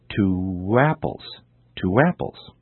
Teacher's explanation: two apples is pronounced as if there were an additional W sound, w, in between the words · Term: sound linking